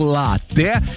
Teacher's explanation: слово итальянское, ударение там стоит на первый слог, латте. И вот, несмотря на обилие гласных, произносится твердо, без мягкости, латте.